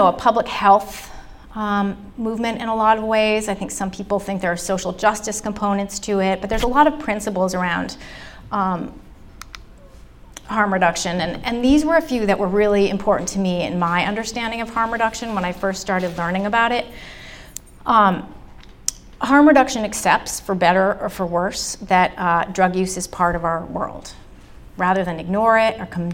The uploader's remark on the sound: The talk was recorded at the Brooks Memorial Library in Brattleboro. For our First Wednesdays program.